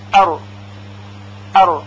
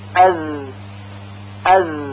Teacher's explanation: حرف را با سرعت تلفظ میشه و حرف زا با کندی ادا میشه · Term: اذلاق